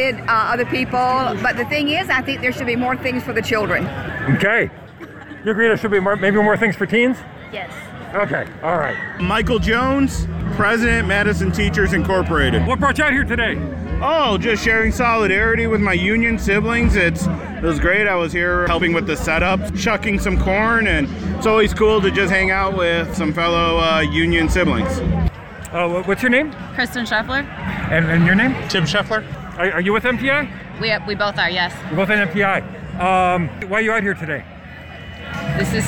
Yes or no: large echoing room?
no